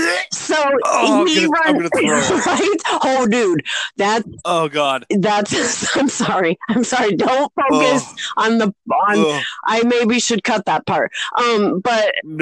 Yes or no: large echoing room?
no